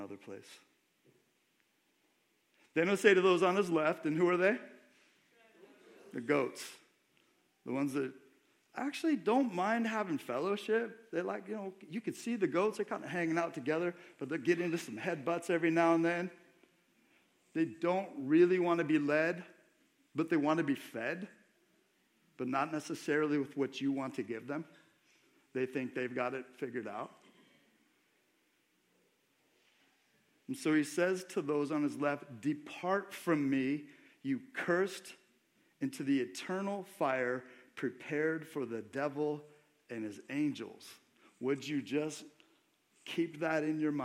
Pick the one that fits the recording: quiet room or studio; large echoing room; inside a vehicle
large echoing room